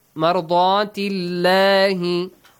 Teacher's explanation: Why the letter lam in the word Allah is pronounced lightly? Because before it is a kasra.